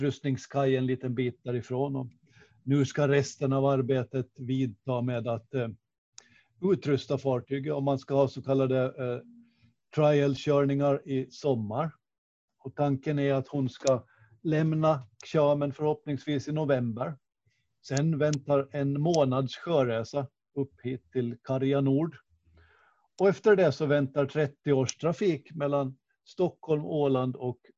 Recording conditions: video call